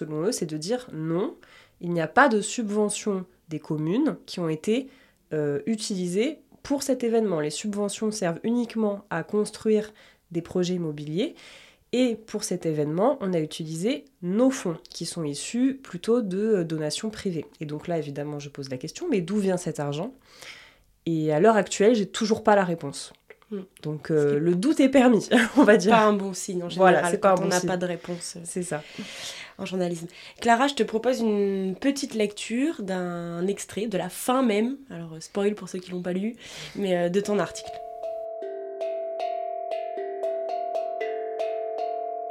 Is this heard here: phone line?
no